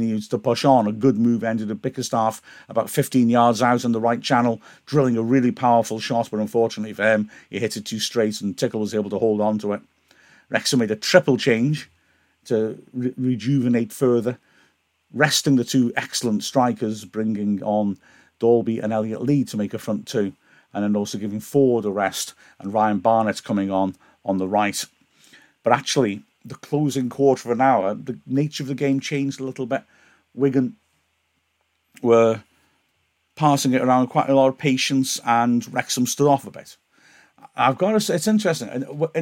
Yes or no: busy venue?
no